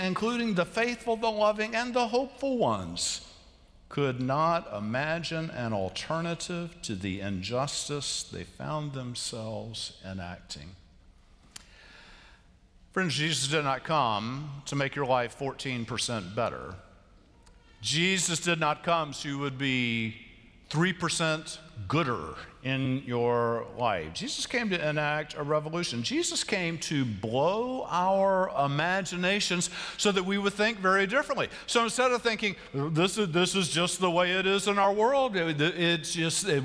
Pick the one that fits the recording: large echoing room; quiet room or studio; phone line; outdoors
large echoing room